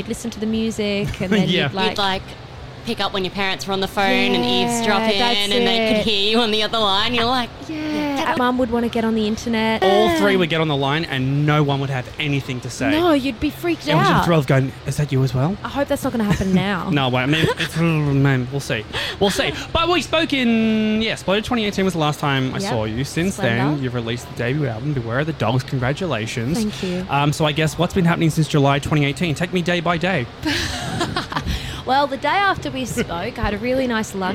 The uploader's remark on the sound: 'The Green Room' goes backstage at the first stop of the Laneway Festival in Brisbane.